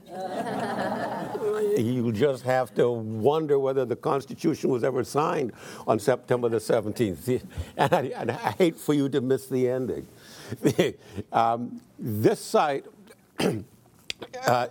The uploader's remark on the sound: in front of a teacher audience